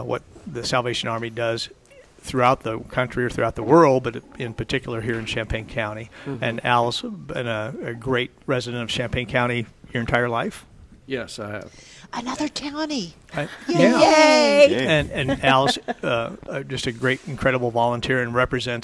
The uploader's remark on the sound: Live at Prairie Gardens